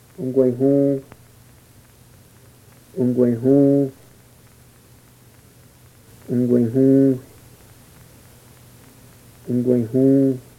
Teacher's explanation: Examples of falling vague accent with whispered syllable.